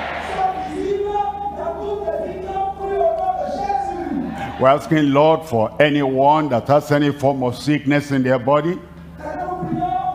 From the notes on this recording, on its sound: live from Lomé, Togo